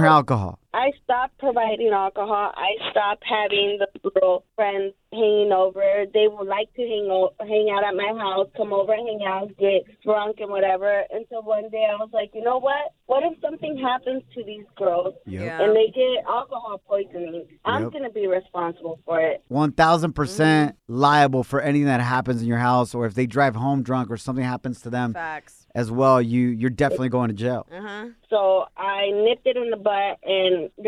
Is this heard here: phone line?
yes